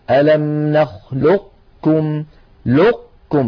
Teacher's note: ومن العرب من كان يبقي هذه القاف من أيضا من غير قلقلة كما ذكرنا ويدغمها في الكاف إدغاما ناقصا، هكذا ألم نخلقكم لقكم، فيكون إغلاق المخرج على قاف ساكنة من غير قلقلة ويكون الفتح على كاف متحركة